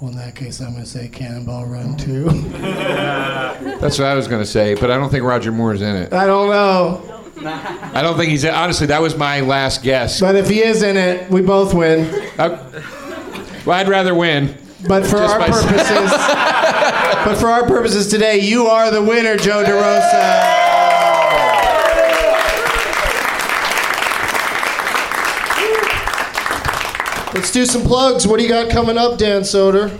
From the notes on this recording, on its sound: Live from the NerdMelt Showroom in LA